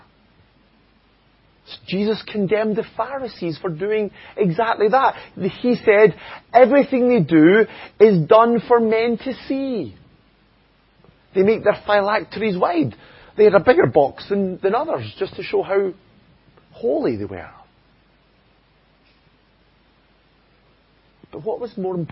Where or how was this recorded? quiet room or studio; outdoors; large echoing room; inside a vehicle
large echoing room